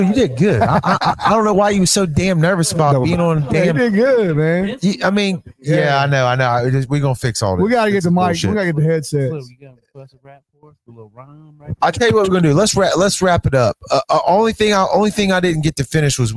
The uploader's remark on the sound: We are live at Salt Pepper Oak.